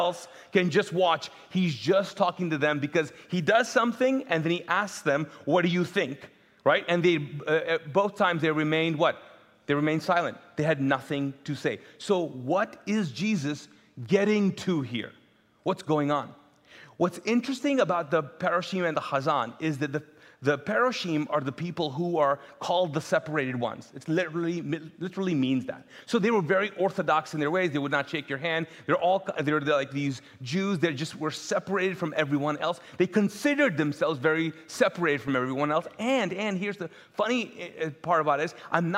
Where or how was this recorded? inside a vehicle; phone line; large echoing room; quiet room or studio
large echoing room